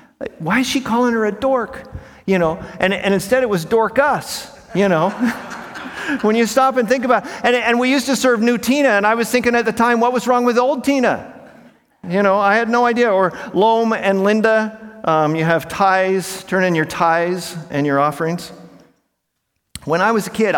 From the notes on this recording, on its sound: In this talk from Monday morning of the 2023 Propel Conference